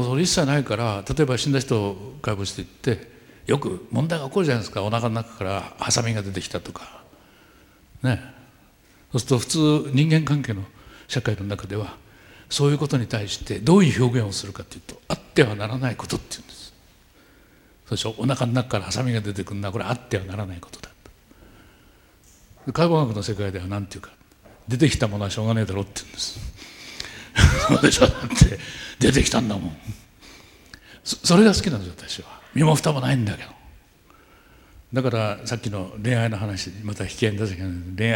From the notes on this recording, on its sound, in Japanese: １回限りの公開授業。TOKYO FM ホール。